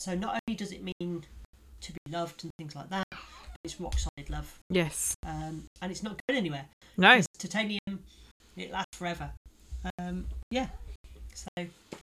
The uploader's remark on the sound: sorry poor sound quality